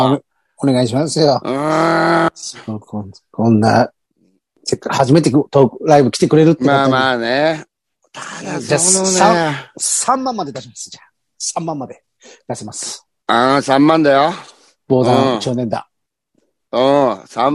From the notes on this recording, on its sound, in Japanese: ZOOMより配信